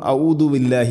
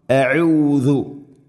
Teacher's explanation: വളരെയധികം ശ്രദ്ധിക്കണം. അഊദു, ഹംസ തൊണ്ടയുടെ താഴെ ഭാഗം, ഐന് തൊണ്ടയുടെ തൊട്ട് മുകളിൽ മധ്യഭാഗം · Shown in: second take · പ്രധാനമായിട്ട് ശ്രദ്ധിക്കേണ്ടത് ദാല് ഔദു അല്ല, അപ്പോൾ അർത്ഥം മാറിപ്പോവും.